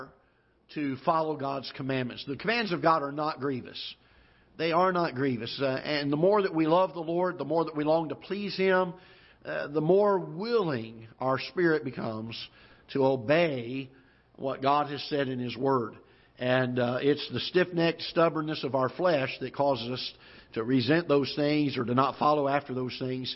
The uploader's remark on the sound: Ketha Heights Baptist Church ~ Live Broadcast